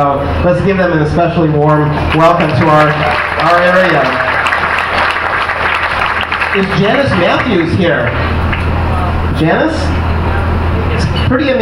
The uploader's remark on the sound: Triangle Vegetarian Society hosts the country's largest vegetarian Thanksgiving. Captured an audio montage of the event, such as feedback from some of the 525 attendees (from more than 42 cities and 7 states) in one extended seating. The beginning of the raffle of 129 items worth a total of more than $4500.